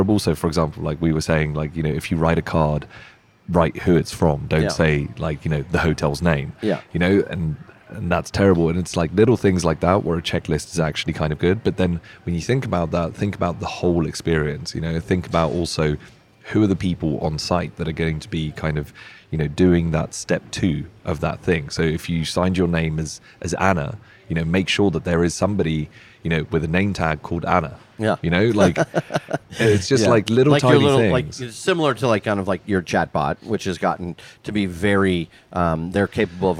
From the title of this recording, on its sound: Indie Colorcast Live at The LINE Hotel